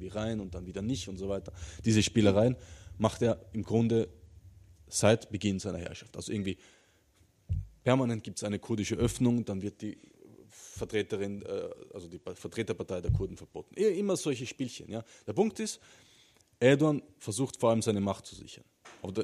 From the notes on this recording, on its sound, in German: Führte das Kultur- und Kommunikationszentrum Pavillon Hannover und gemeinsam mit der Rosa-Luxemburg-Stiftung Niedersachsen eine Vortrags- und Diskussionsveranstaltung.